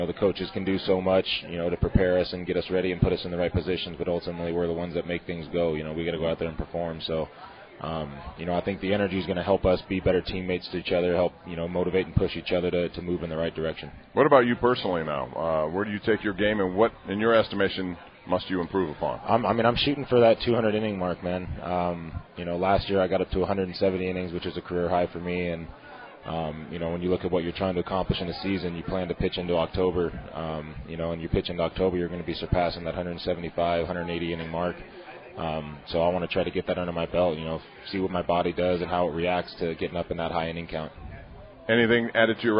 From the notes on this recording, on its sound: LIVE from PiratesFest Saturday morning at PNC Park